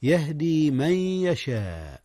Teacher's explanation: أدغم النون في الياء إدغاما بغنة